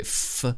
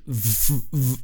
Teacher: F and V are the exact same sound, just different in terms of voicing.